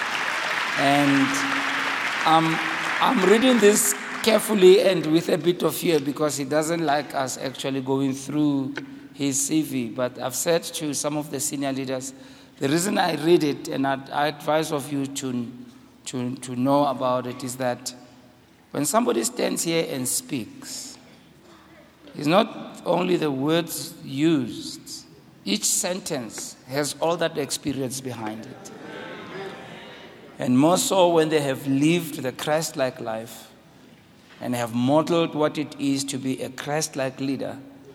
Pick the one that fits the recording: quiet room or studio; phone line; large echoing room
large echoing room